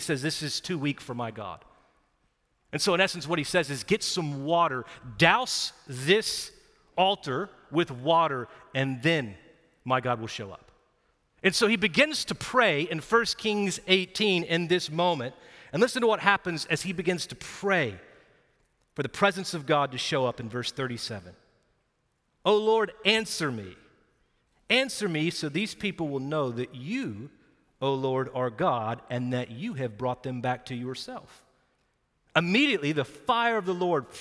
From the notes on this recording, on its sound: Recorded live at Brookwood Church on 4.23.2023